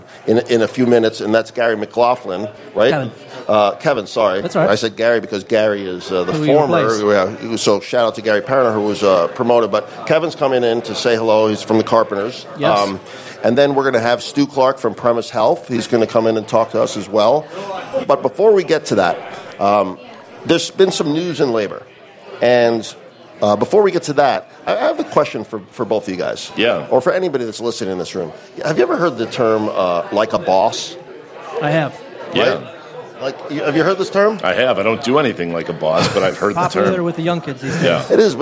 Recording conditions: live audience